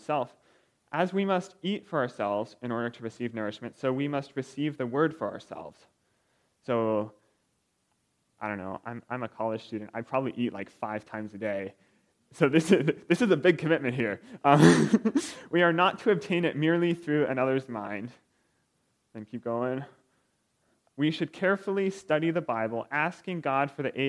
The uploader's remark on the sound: recorded February 25, 2023, at Ringgold Seventh-day Adventist Church